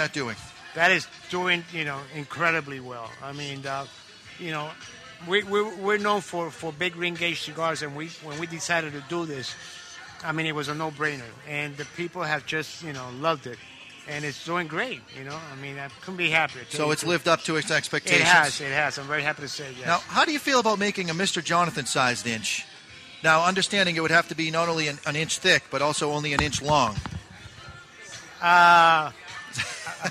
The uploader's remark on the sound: We're live on the scene for Two Guys Smoke Shop 27th Anniversary Party!